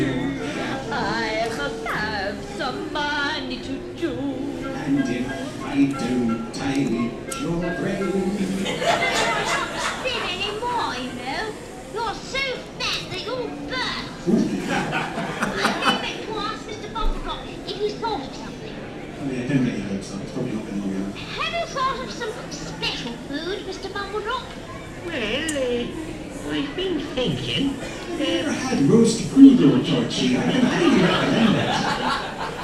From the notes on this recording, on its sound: This episode was recorded in front of a live audience at the 2019 Fab Worlds of Anderson convention.